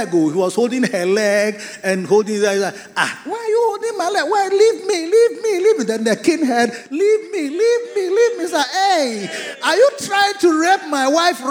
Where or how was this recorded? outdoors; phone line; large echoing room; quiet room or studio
large echoing room